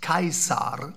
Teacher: also mit dem rollenden R, das Sie etwa aus dem Italienischen kennen, und das AE wie AI